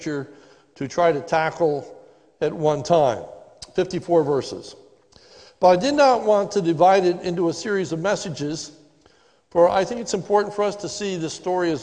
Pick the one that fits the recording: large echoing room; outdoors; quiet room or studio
large echoing room